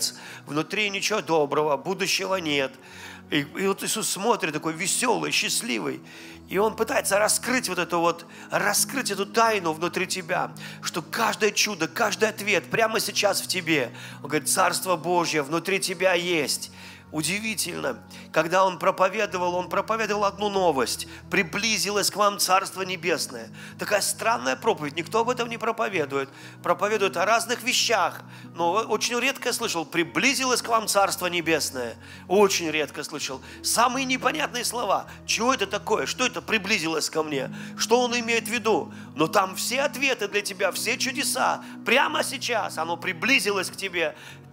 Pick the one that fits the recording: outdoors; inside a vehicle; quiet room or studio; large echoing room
large echoing room